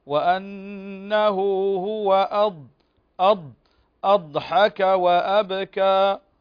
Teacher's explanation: الضاد هنا في استطالة